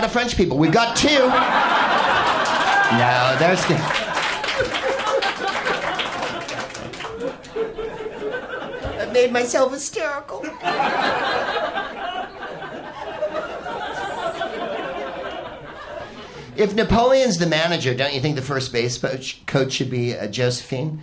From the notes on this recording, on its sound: Live from The SoGymnase in Paris